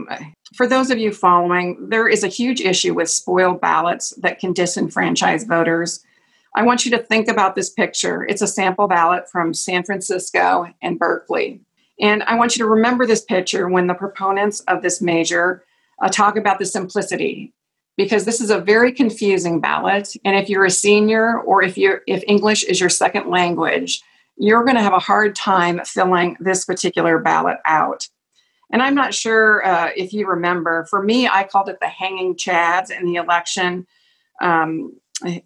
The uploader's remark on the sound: Tuesday, October 14th, 2020 via Zoom by Alaska Common Ground.